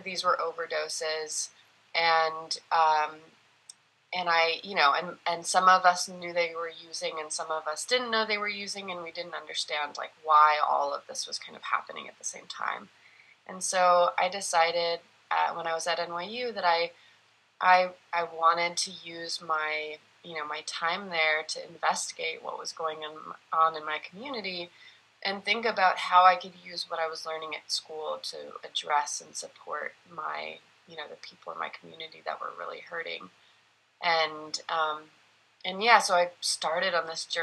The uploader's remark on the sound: I sit down for a Zoom convo